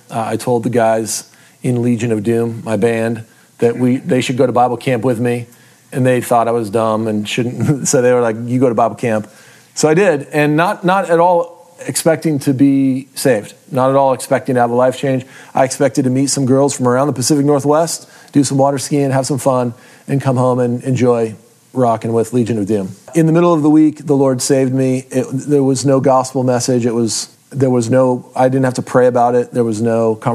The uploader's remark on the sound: What you’re gonna hear is live audio recorded at a Core 2 class I taught in Sisters Oregon at Vast church in 2017.